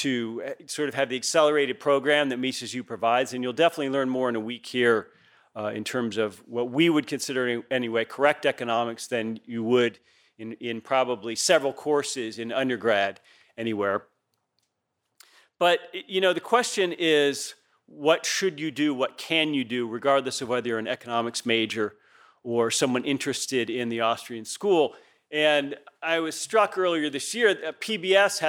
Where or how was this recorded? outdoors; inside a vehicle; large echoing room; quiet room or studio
large echoing room